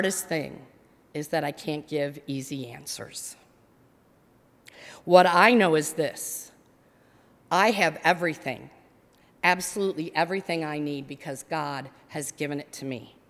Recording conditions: large echoing room